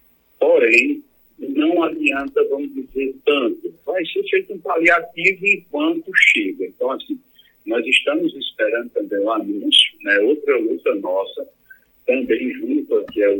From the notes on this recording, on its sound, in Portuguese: Entrevista por telefone ao programa A Tarde é Sua da Rádio Pajeú.